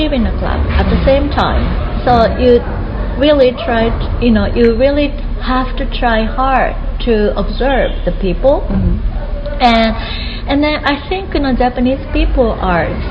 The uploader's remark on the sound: Live von der AIN Conference 2018 in Paris. Recorded live at the 2018 AIN Conference in Paris.